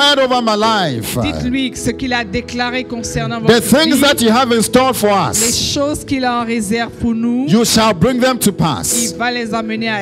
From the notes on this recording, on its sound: Preached during Joyful Hour Sunday Service